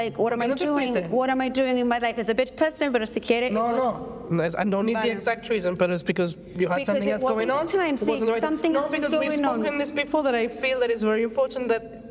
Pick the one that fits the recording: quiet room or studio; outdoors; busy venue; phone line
busy venue